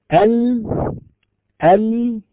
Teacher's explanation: اللام أصلها من طرف اللسان مع ما يحاذيه من لحمة الأسنان العليا، لكن نجد أن الصوت إذا قلنا ال نجد أن الصوت قد استطال يمينا ويسارا · Term: الانحراف